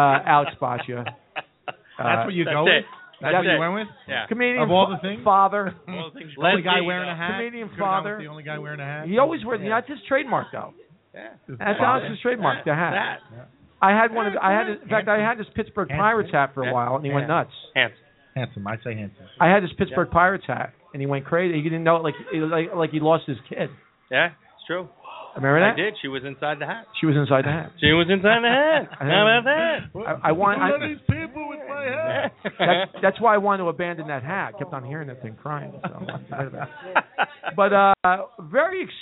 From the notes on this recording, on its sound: Tonight live from The Oak Barrel Pub in West Orange NJ.